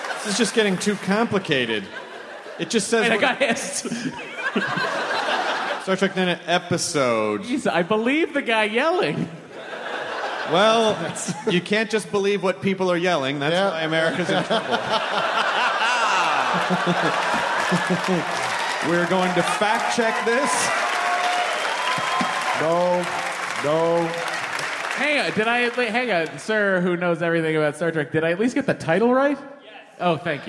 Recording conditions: live audience